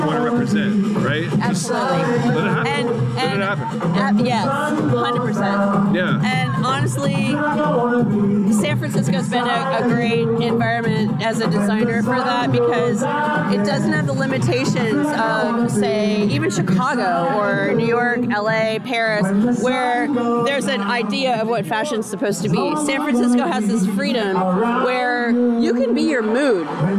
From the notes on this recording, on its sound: Live at the Beats Drop Cancer charity event in San Francisco. All of the attendants interviewed.